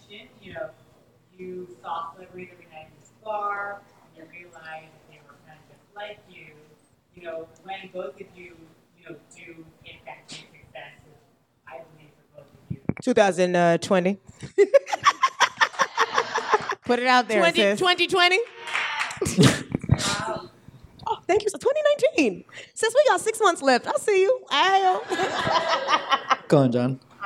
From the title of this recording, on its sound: LIVE at Housing Works Bookstore Cafe